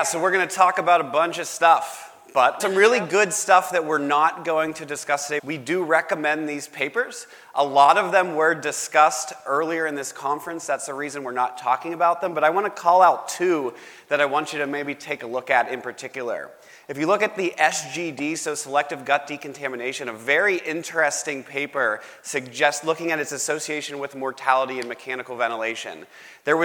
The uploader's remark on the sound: LIVE from MAD-ID. In this special LIVE podcast episode.